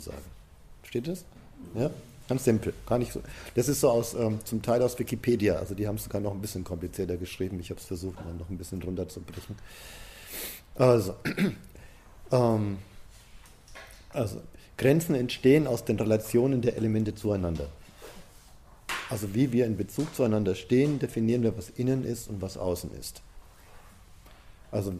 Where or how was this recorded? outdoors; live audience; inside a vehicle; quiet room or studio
live audience